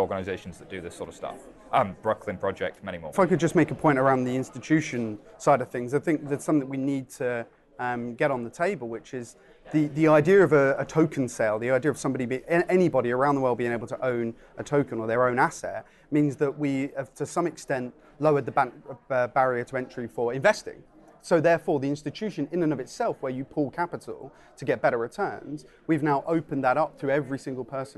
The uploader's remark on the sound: a panel at the Europa conference